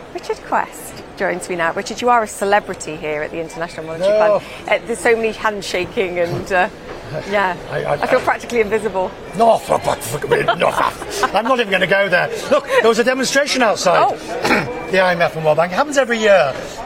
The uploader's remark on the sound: Today's show comes to you live from the Washington, DC headquarters of the International Monetary Fund